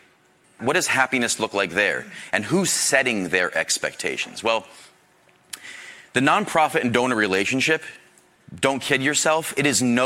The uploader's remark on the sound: Live from IFC 2023